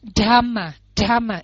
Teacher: Quý vị phải đọc là dhamma dhamma d d h, đọc nhanh nối lại với nhau nó thành ra một âm, nhưng mà nó không phải là âm t mà nó là âm d dhamma. À, và âm n này đó, n mình đọc thường nhưng mà cũng có mũi một tí, n.